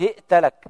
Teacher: بكسر الهاء وإثبات همزة ساكنة بين الهاء والتاء وفتح التاء